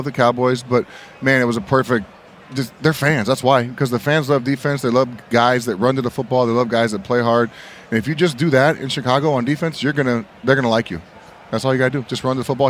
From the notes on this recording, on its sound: live on Radio Row at Mandalay Bay in Las Vegas ahead of the Super Bowl